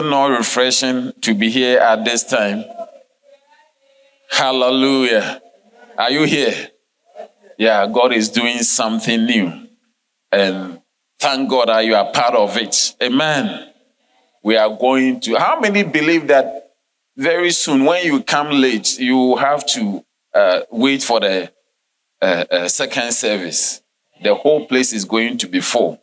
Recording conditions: large echoing room